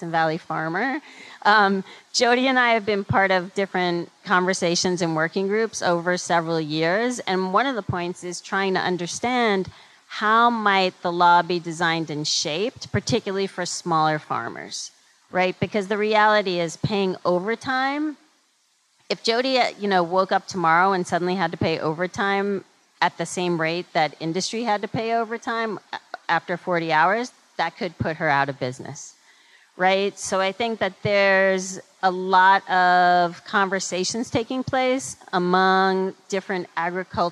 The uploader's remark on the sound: Panel discussion on agricultural labor in front of a live audience at Brooklyn’s Museum of Food and Drink (MOFAD).